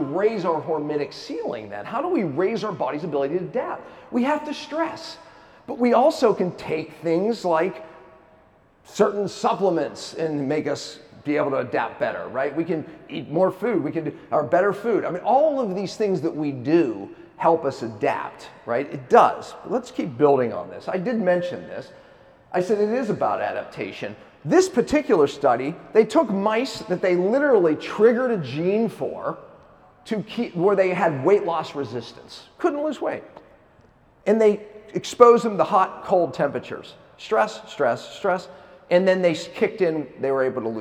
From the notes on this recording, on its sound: Keynote lecture at KetoCon Austin 2022.